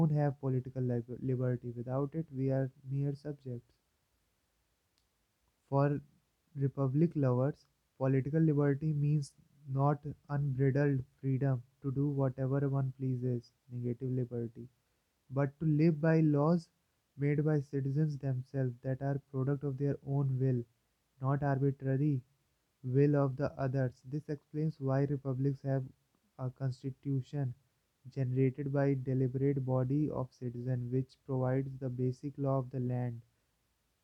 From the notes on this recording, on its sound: Volume is very low as I recorded from earphone's mic, phone's mic is better.